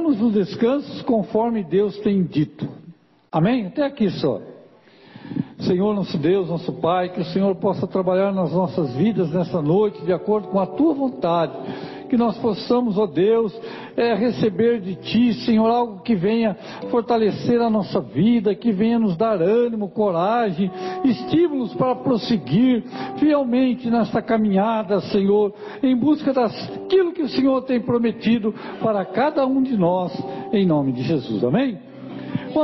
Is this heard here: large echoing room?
yes